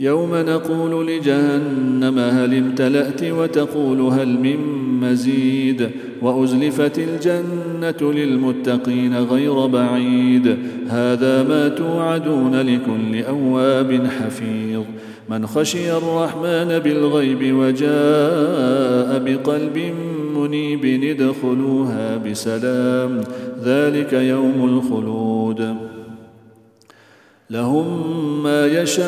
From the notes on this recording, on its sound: at the Houghton Masjid (West Street)